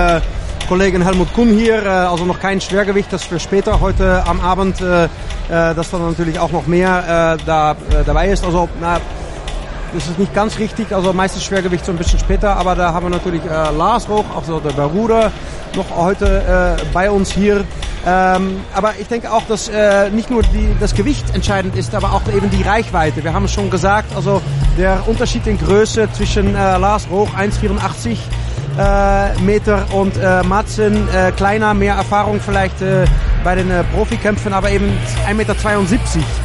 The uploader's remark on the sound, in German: Relive: IFCX Kampf 1. März der Intellectual Fight Club in Berlin statt. War für uns vor Ort. Den IFCX live kommentiert.